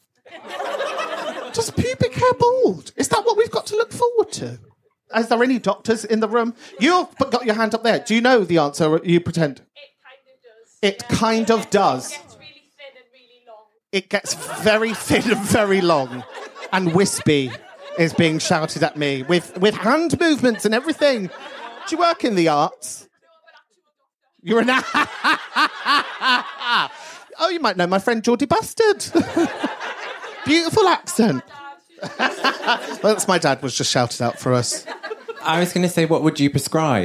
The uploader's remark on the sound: ATT LIVE IN MANCHESTER